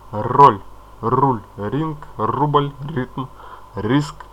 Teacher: Для того, чтобы расслабить язык, произведите предварительную подготовку. Поднимите кончик языка к небу за передними верхними зубами и прорычите, как трактор. Итак, сделайте вдох, потом выдох и начинайте рычать. · Term: звуку «р»